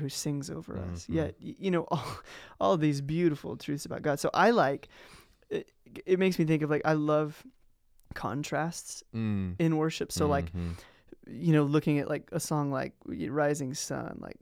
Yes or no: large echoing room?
no